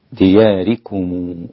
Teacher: ضم ميم الجمع وصلها بواو صغيرة مقدارها حركتين